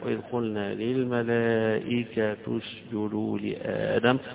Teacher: إعرابها أن التاء مكسورة ولكن تنطق مضمومة ليقا للإتباع، إتباع الحركة، الحركة يعني للتسهيل في القراءة. · Term: الإتباع